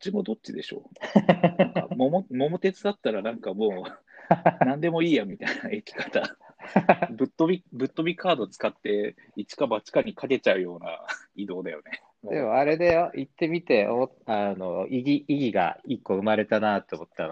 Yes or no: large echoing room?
no